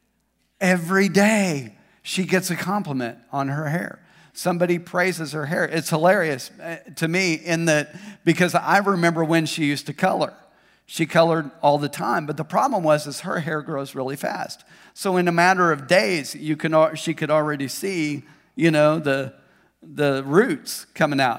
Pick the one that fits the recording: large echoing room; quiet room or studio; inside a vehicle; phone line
large echoing room